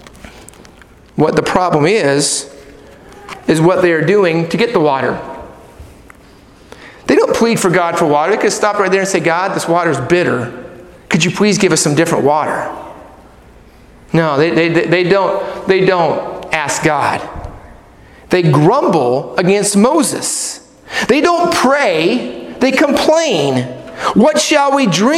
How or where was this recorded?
large echoing room